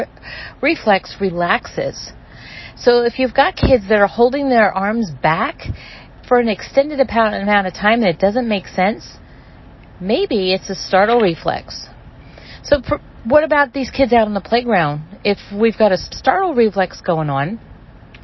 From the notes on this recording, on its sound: I am currently sitting in my car watching it downpour and I wanted to take this time and stop driving and just talk with you for a few minutes.